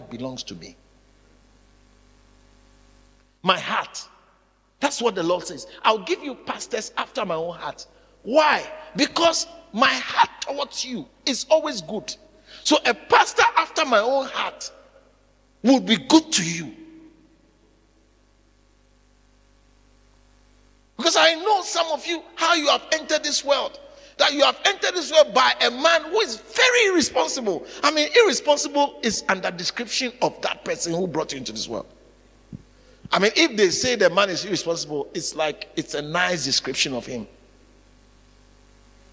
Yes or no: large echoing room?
yes